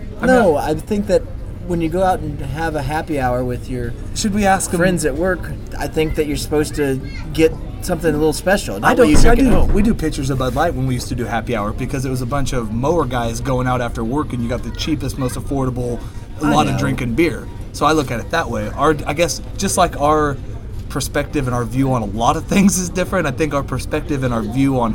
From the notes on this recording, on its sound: Live from Applebees.